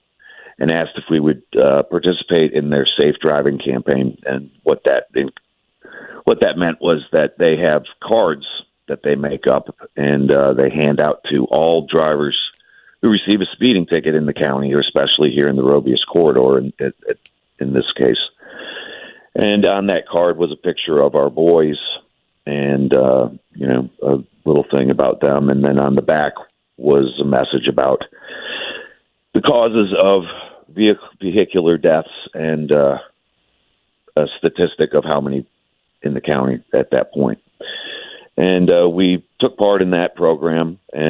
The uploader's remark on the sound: calls in to the show this Friday morning